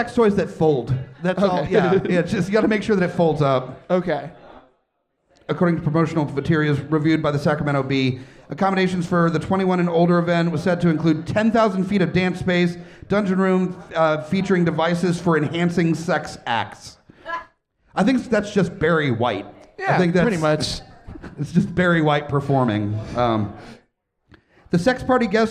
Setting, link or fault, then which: setting, live audience